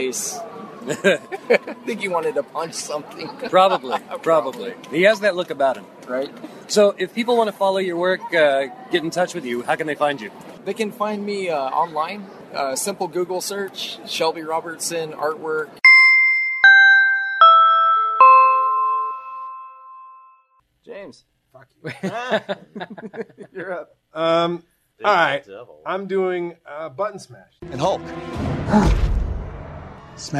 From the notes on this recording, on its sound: reports in from the Amazing Houston Comic Convention